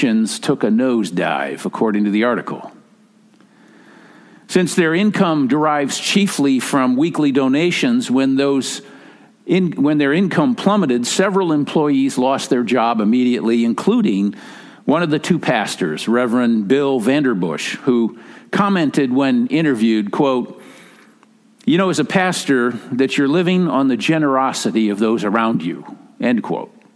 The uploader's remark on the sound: Message delivered during the Tradi Worship Service. San Marino Community Church.